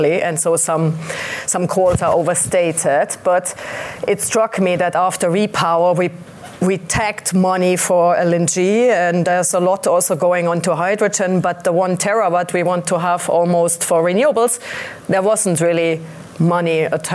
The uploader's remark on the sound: Live recording of the Watt Matters podcast, hosted at Eurelectric's offices in Brussels, with support from Siemens and Linde.